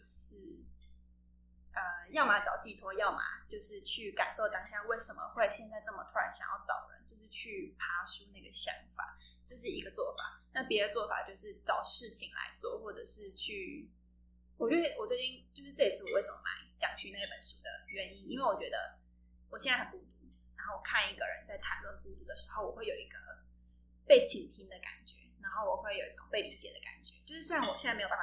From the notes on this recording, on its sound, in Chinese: 這一集的音質比較不好，再麻煩你拿下耳機收聽會更合適。